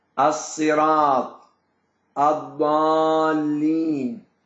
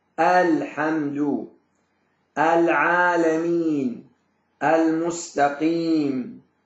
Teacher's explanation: أدغمنا اللام فكأنها غير موجودة · Shown in: first take · Term: الإدغام